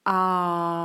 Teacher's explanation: Und jetzt kommt die richtige Betonung. Auf dem A, nicht auf dem U. Oder in dem Fall ein O.